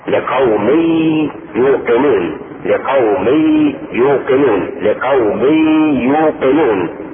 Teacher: ادغم التنوين في الياء